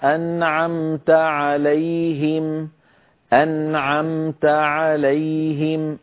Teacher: انتقلت من النون إلى العين مباشرة بدون أن أزيد في زمن الغنة · Term: إظهار النون الساكنة